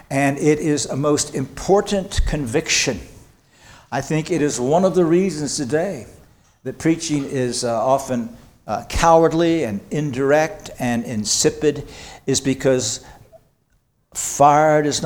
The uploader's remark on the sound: This sermon was preached on February 11, 2024 at Antioch Presbyterian Church, a mission work of Calvary Presbytery of the Presbyterian Church in America located in Woodruff, South Carolina.